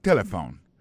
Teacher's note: l'accent tonique l'a tombé sous le premier syllabe là. Si nous besoin de dire bien, c'est téléphone.